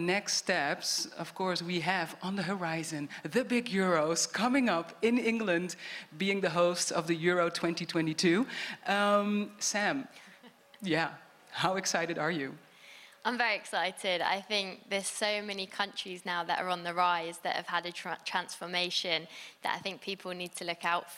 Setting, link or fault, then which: setting, live audience